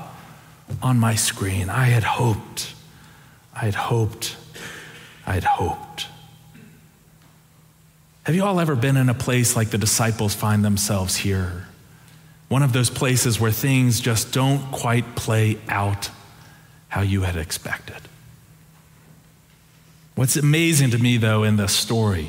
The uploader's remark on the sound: Preached on April 23, 2023 for our Sanctuary Worship Service